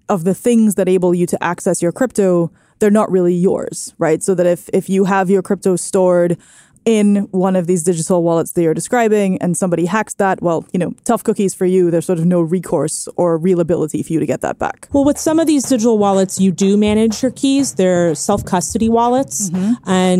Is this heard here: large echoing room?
no